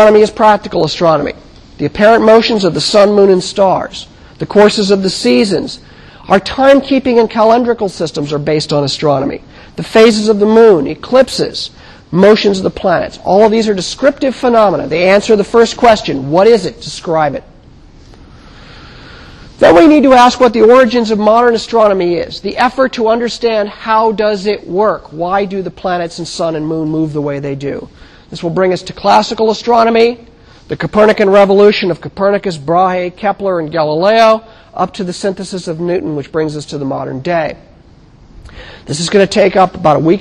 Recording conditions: large echoing room